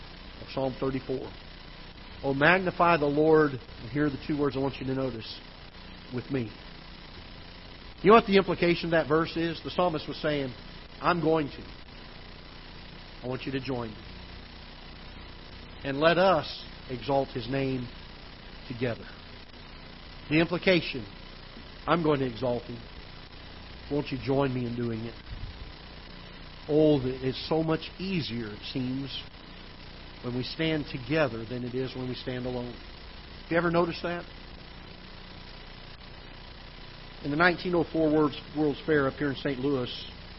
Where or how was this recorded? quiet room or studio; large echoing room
large echoing room